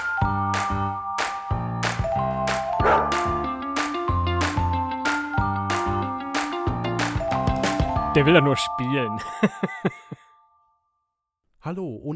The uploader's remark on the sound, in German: alleine unterwegs und hat sein Aufnahmegerät dabei